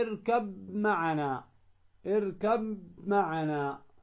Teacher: فهنا تدغم ماذا؟ الباء في الميم · Term: تدغم الباء في الميم